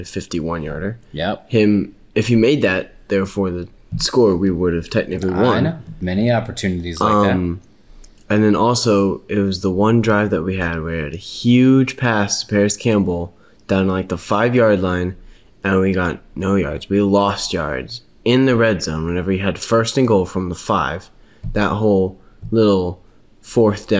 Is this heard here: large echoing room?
no